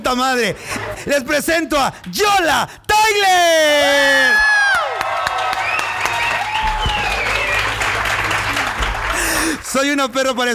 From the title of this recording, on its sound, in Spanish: EN VIVO DESDE LA CAJA POPULAR